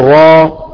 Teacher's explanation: ما نقول راء، بعضهم يقول راء، تمام؟ الألف لا مد فيها